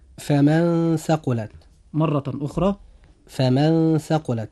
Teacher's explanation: نجد أن نطقنا لحرف النون جاء فيه إخفاء حقيقي منطوقا بشكل متوسط بين الإظهار والإدغام.